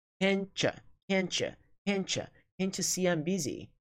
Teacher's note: Então, esse T mais U soa como cha